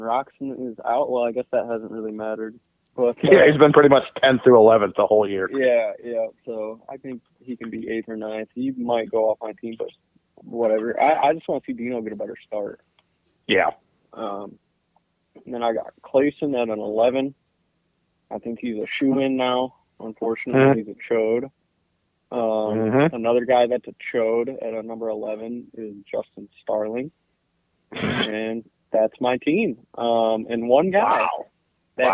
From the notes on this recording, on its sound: get on the phone